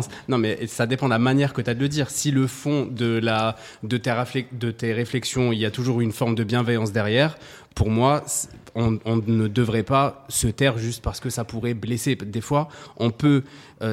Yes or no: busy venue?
yes